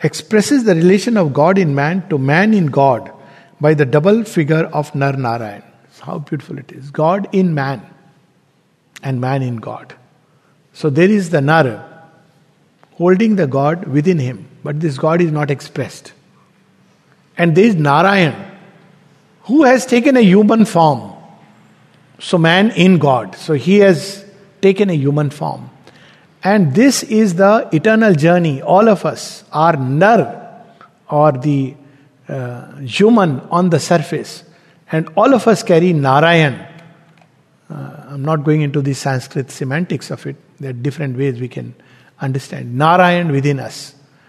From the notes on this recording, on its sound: Recorded in Sangham Hall of the Savitri Bhavan, Auroville